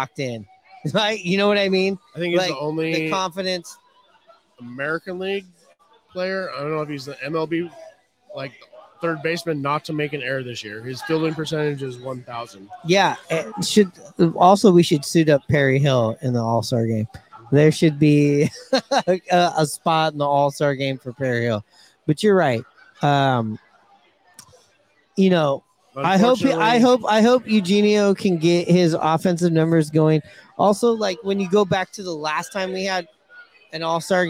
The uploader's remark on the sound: Live from Hooverville Bar!